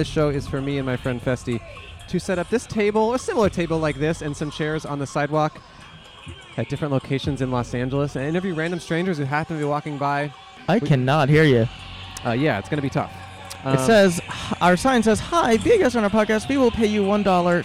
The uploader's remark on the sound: At A College EDM Festival (CHAOTIC). In the loudest episode we’ve ever recorded. A campus bus driver. On RIMAC Field.